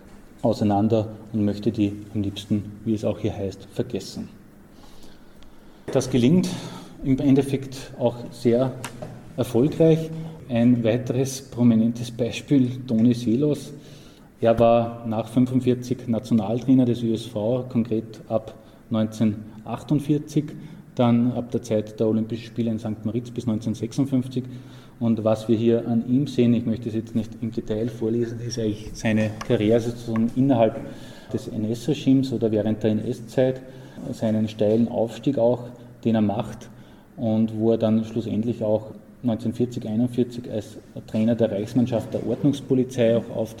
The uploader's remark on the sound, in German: Der Vortragsmitschnitt musste von mir für die Wiedergabe gekürzt werden